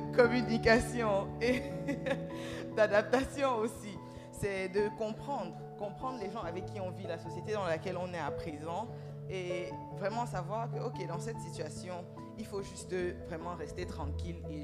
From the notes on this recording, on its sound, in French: A été enregistré en public à l'Alliance Française d'Accra.